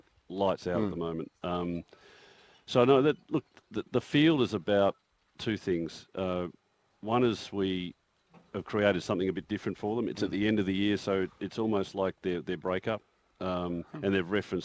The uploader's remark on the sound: live on site at the Cathedral Golf Course